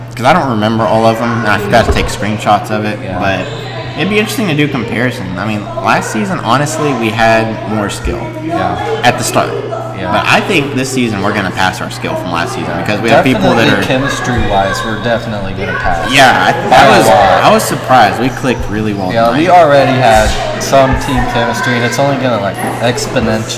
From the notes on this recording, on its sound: Please be advised that this week's episode had an insane amount of background noise and as such we had to shout the entire episode.